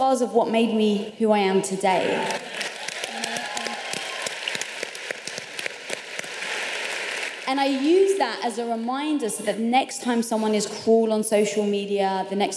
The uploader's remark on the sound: How She Built This LIVE! at RISE Minneapolis. Sit in on one of our AMAZING panels from RISE Minneapolis.